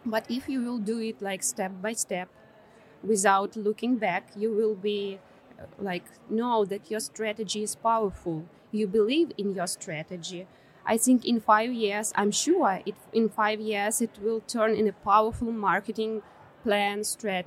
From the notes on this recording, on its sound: This episode was recorded at Web Summit in Lisbon on November 4, 2021.